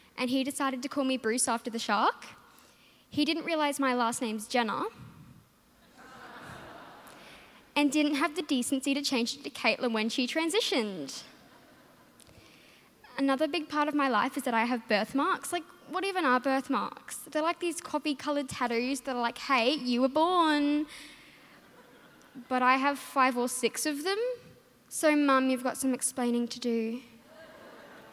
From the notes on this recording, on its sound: With the National Final performed at Melbourne Town Hall during the Melbourne International Comedy Festival.